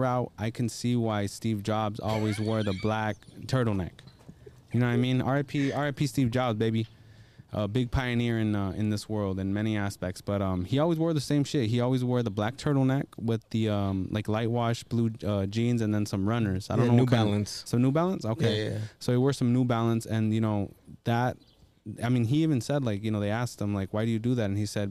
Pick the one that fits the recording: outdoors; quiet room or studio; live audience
outdoors